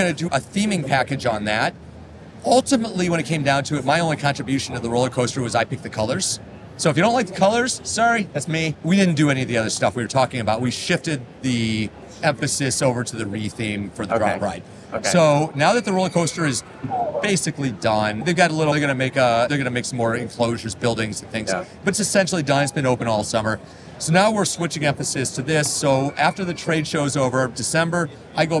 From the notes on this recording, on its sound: This interview was recorded during the IAAPA Expo on the show floor.